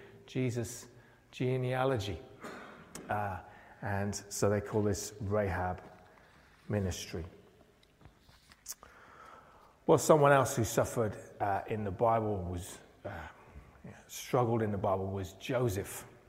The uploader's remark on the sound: preached at Pembury Baptist Church on 1st October 2023.